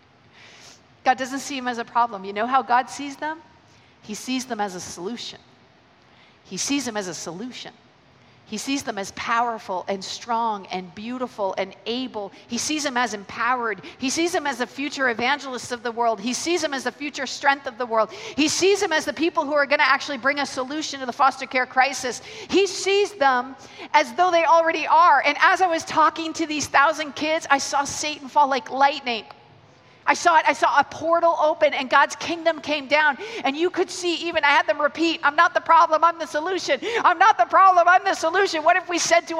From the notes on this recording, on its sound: Keynote 1 from the Message Conference 2017 recorded at Victoria Warehouse.